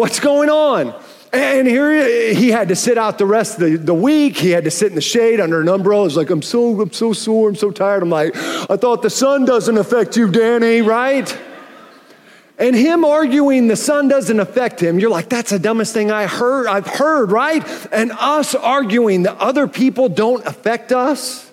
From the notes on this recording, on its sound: Welcome to Foundations Church Tulsa live! We're a church in Oklahoma.